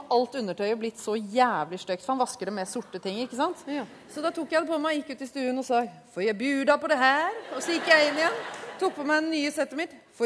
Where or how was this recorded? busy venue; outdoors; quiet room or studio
busy venue